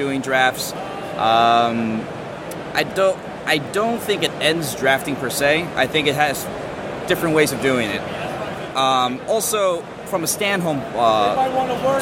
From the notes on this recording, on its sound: This week's episode was recorded almost entirely live at the UK Games Expo 2018.